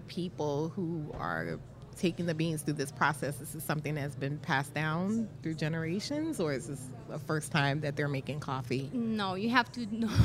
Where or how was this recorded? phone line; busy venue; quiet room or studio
busy venue